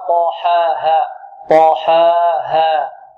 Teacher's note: هنا بارك الله فيك لابد أن نسوي بين الألفين، هنا الألف، الألف التي بعد الحاء في طاحاها، والألف التي بعد الهاء بمقدار حركتين، فنسوي بينهما في المد.